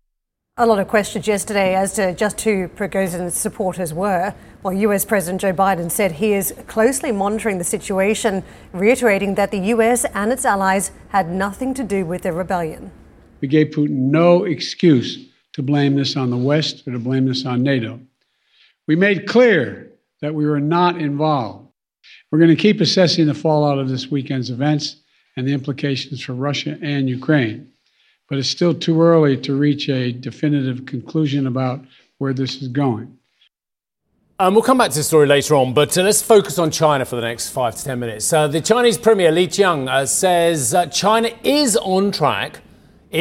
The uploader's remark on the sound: We are live in Sintra, Portugal for the ECB’s annual summit